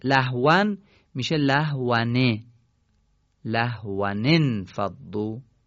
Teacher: تنوین به صورت نون مکسوره خوانده میشه